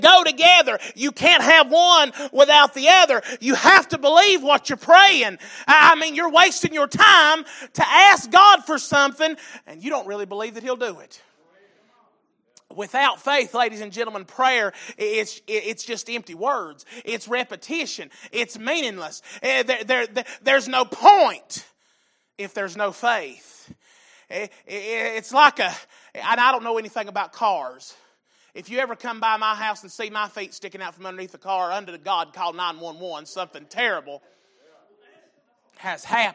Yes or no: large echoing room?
yes